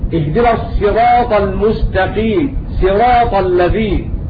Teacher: قرأ الصراط أينما وقعت بالسين الخالصة